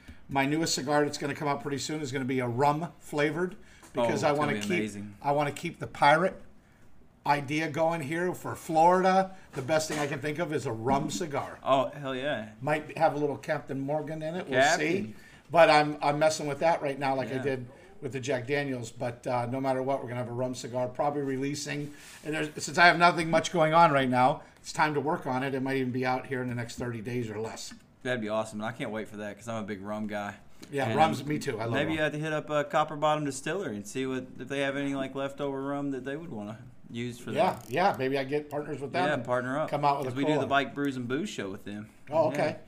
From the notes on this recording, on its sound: On this week's episode we are live at Chrome Premium Cigars